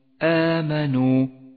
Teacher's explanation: آمنوا يمد مد البدل حركتين وهو من المدود الأصلية صورته أن تأتي الهمزة وبعدها حرف مد